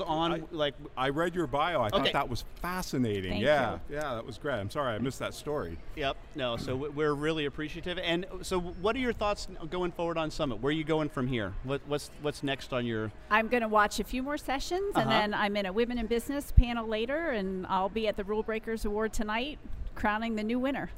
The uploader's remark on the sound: Live from #SageSummit